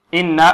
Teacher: النون هنا عندما نشددها ونأتي بالغنة فيها لا نطبق شفتينا مع النون، بل نفرج الشفتين